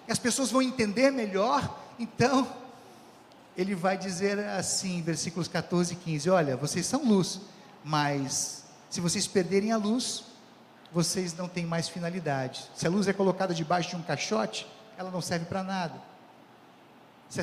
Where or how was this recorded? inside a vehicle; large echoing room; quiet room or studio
large echoing room